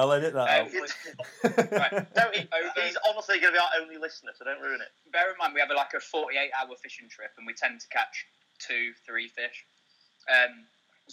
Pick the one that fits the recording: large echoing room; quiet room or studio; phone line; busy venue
phone line